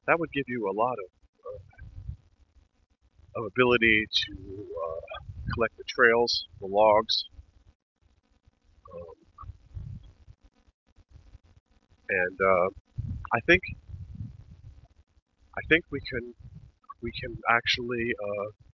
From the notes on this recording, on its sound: In this walking podcast